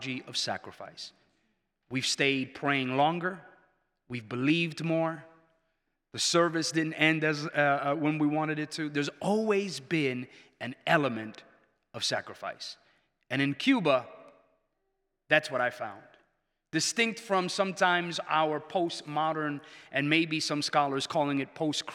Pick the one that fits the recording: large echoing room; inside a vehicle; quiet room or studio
large echoing room